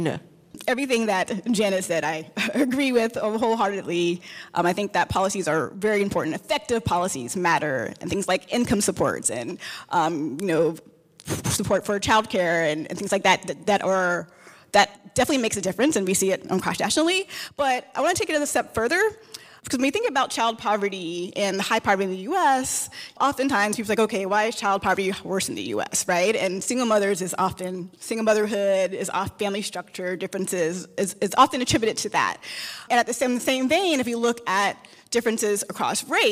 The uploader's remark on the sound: panel event in conjunction with the CUNY Graduate Center